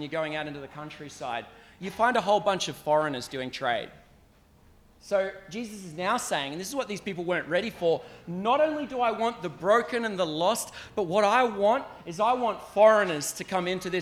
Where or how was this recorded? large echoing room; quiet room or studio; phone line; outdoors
large echoing room